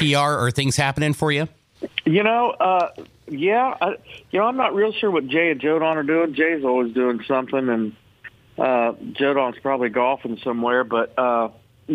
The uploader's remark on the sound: called into the show this morning